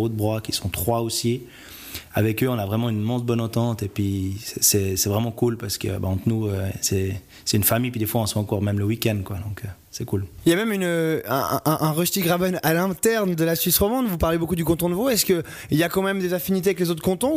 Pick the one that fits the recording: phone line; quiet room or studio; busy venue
quiet room or studio